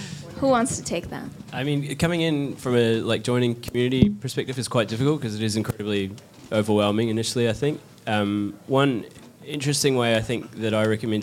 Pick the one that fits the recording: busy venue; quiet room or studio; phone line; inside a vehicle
busy venue